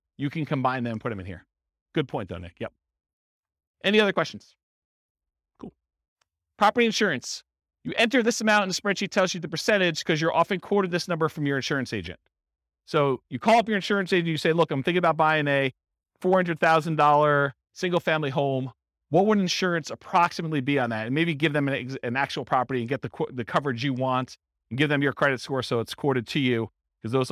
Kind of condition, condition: setting, live audience